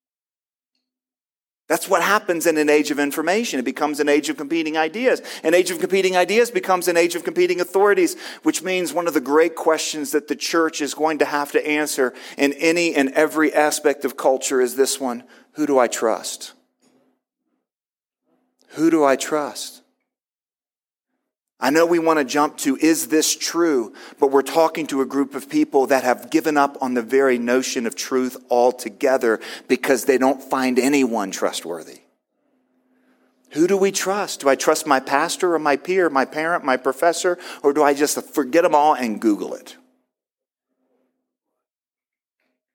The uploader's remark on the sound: Spoke at the 2021 FCCI International Conference in Bachelor Gulch, CO. Spoke at the 2021 FCCI International Conference in Bachelor Gulch, CO.